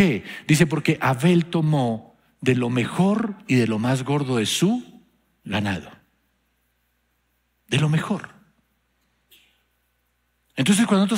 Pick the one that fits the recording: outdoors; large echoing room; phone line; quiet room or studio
large echoing room